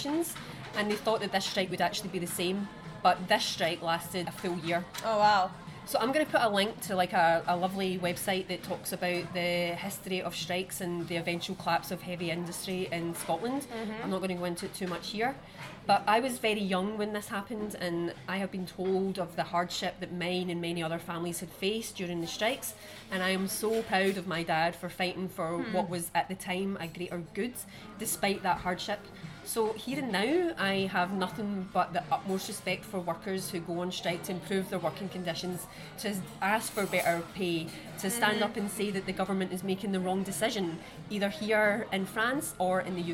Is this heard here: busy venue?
yes